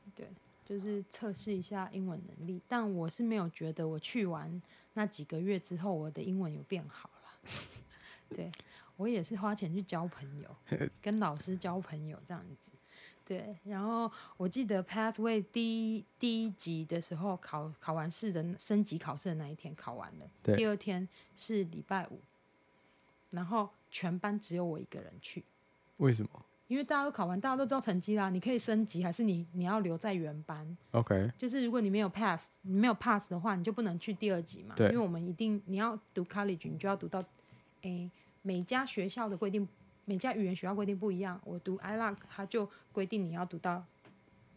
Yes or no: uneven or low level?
yes